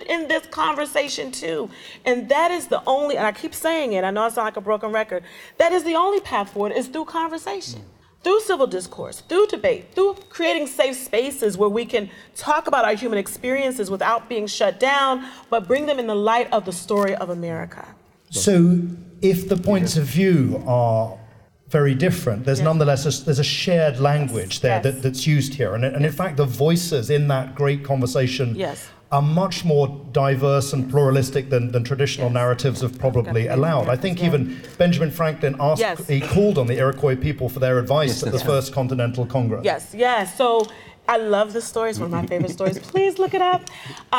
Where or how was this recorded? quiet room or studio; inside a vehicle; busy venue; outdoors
busy venue